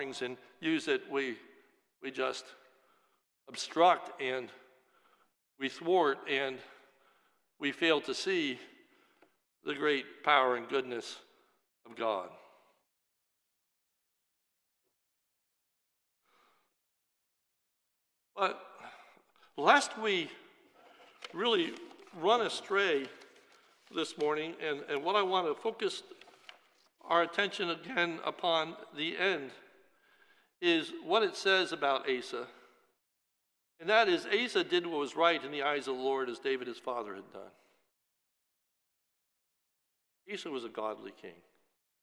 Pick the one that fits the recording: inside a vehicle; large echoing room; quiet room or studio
large echoing room